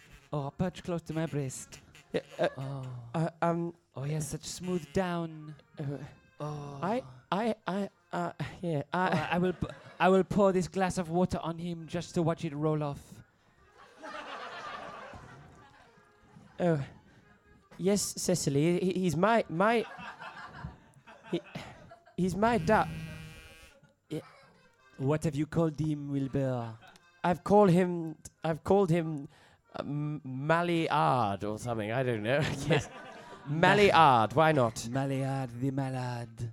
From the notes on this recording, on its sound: The audience’s childish response to French affirmatives threaten to disrupt the play’s mise-en-Seine.